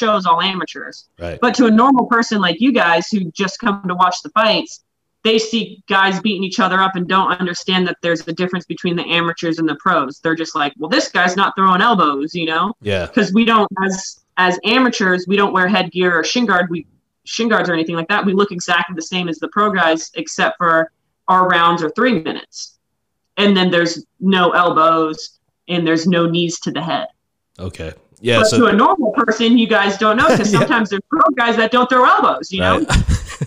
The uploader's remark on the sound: she joins us via zoom